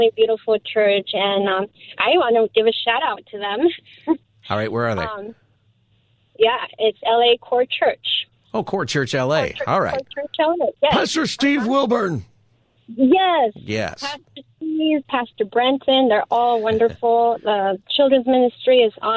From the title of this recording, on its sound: Open Phone Friday